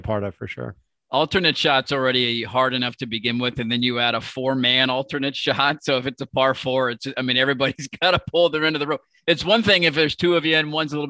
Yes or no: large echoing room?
no